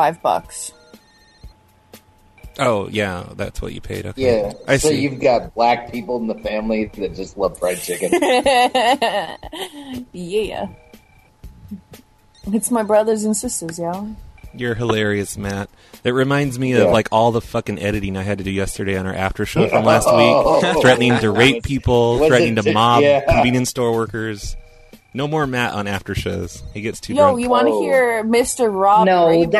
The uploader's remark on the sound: …'s Personal Prank Phone Calls Collection.